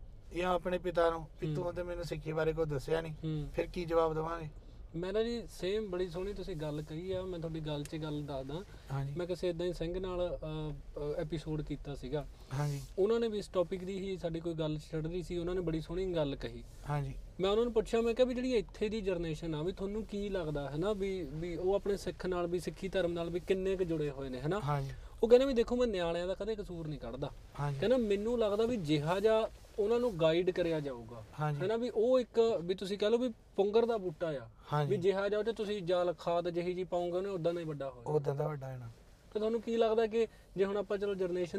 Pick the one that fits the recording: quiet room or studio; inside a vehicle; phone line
inside a vehicle